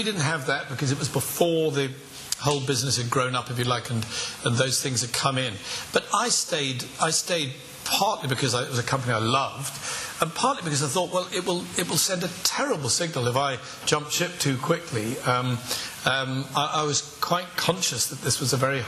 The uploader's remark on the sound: Recorded Live At Belfast Media Festival.